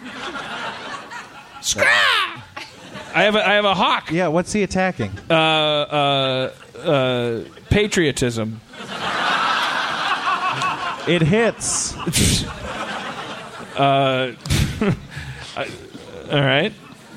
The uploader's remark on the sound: Live At Cobb's in San Francisco. Does the 13th annual San Francisco Sketchfest.